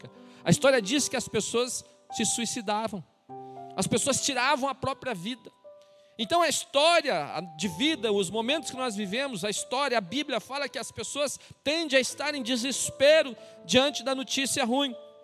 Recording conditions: large echoing room